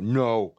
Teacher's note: But I'm lowering the pitch.